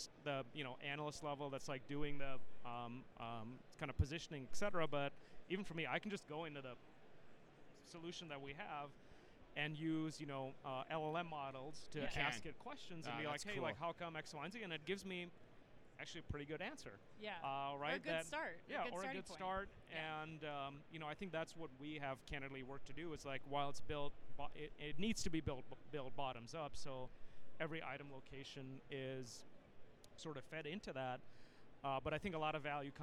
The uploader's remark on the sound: Live From Manifest 2024. Direct from the show floor.